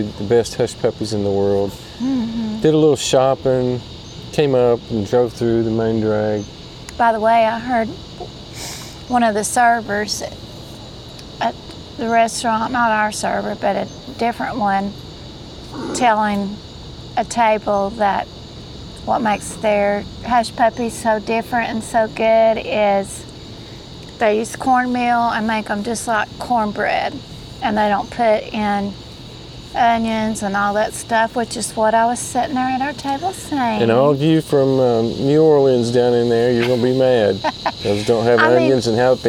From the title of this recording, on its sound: Myrtle Beach South Carolina KOA sitting around the campfire roasting marsh mellows